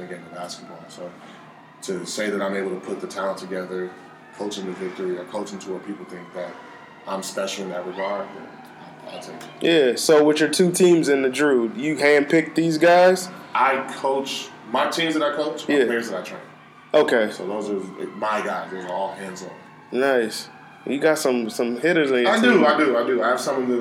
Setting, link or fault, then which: fault, sounds in the background